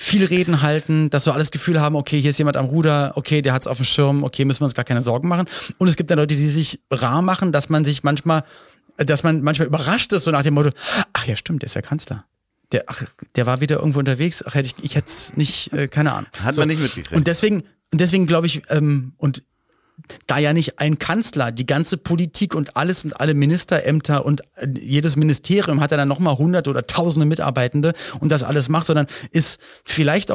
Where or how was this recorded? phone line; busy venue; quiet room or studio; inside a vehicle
quiet room or studio